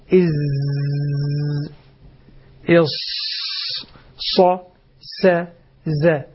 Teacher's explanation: طرف اللسان مستدق اللسان الأمامي مع ما فوق الثنايا السفلى مع إبقاء فرجة يسيرة بين اللسان والأسنان · Term: الصفير